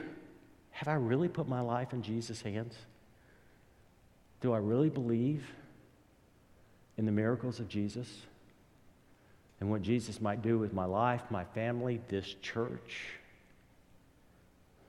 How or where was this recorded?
large echoing room